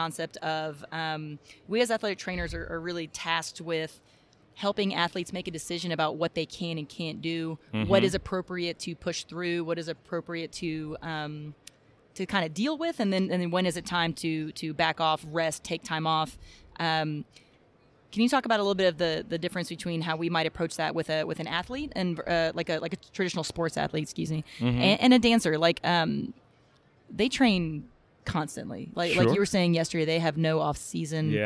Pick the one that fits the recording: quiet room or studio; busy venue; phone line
busy venue